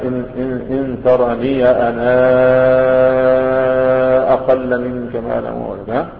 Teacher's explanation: يمد طويلا لأنه ورش عنده المتصل والمنفصل ست حركات كاللازم تماما بتمام · Term: مدا منفصلا